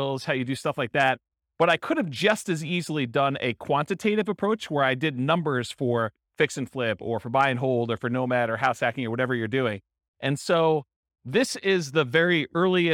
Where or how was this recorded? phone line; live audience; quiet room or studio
live audience